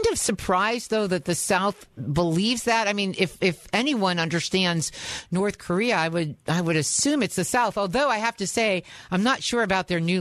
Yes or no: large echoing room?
no